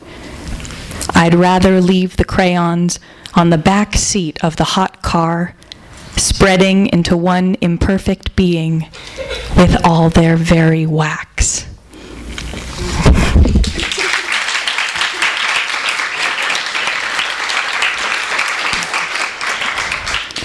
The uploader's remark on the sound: THIS EVENT WAS RECORDED LIVE AT SKYLIGHT BOOKS FEBRUARY 2, 2013.